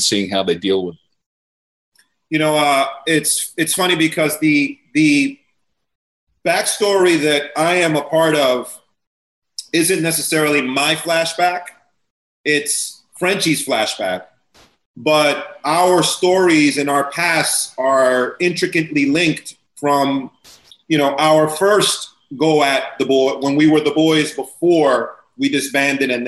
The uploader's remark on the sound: Zoom roundtable